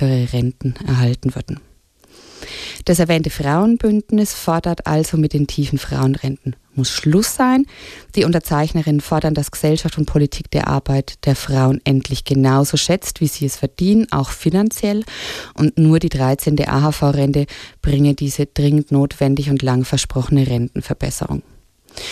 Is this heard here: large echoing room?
no